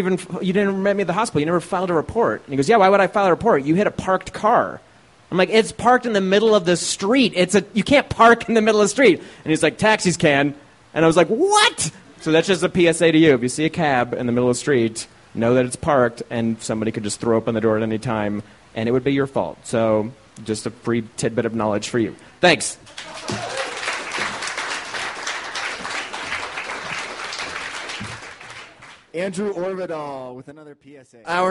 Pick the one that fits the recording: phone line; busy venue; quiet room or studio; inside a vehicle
busy venue